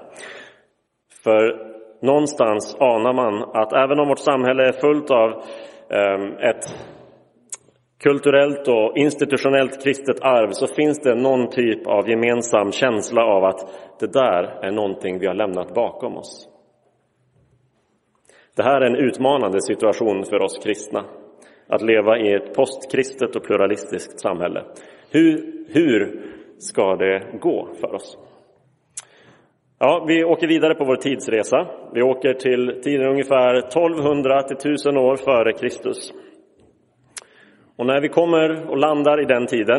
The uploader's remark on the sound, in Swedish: Inspelad i Roseniuskyrkan den 8 januari 2023.